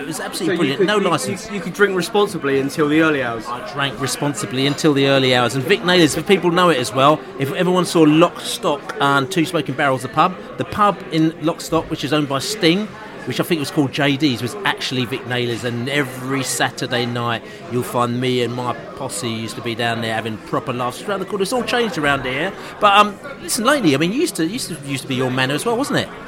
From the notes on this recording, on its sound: Pre-match podcast from the pub.